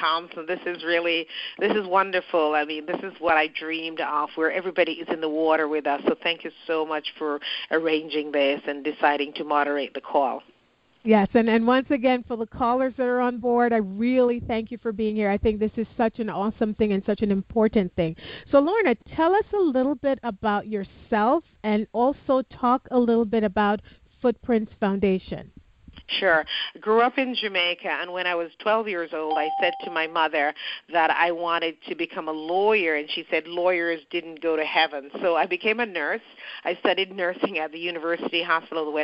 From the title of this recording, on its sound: Footprints Foundation Global Educator Conference Call